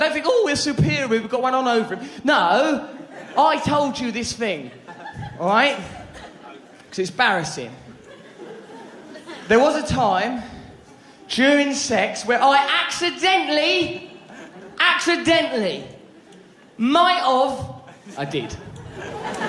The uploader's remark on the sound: Recorded in London during his sell-out 2006 tour.